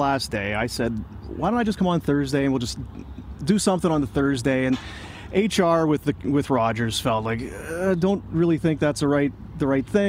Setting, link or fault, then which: setting, busy venue